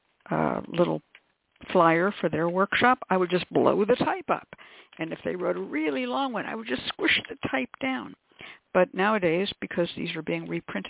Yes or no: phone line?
yes